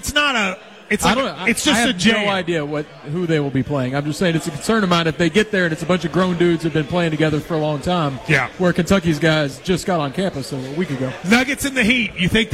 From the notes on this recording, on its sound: Live at the KSR Lexington Golf Scramble